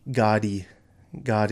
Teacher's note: In English, we might say like gadi, gadi, because our D is made right on the alveolar ridge.